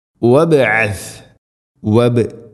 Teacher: ബാഇനെ ഖലഖല ചെയ്യണം, ശരിക്കും കേൾക്കണം. വബ്അസ് ഐന് തൊണ്ടയുടെ മധ്യഭാഗമാണ്.